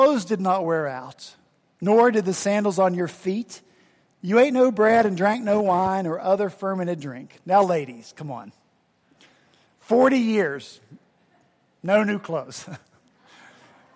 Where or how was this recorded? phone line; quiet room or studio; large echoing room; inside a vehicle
large echoing room